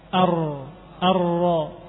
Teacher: Kemudian makhraj yang ke tujuh, ya, makhraj yang ketujuh, ujung lidah juga dengan punggungnya sedikit disentuhkan kepada gusi bagian atas juga, lebih ke dalam daripada nun · Term: huruf ro